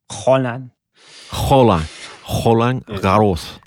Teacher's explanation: You have to say the R like you're spitting it out of the back of your throat.